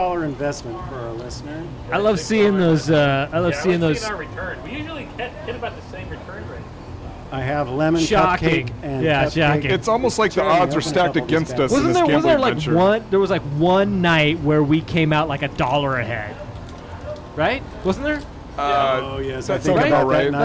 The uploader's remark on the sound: Engel's Pub in Edmonds. Recorded live at Engel's Pub - just down the street from Moto.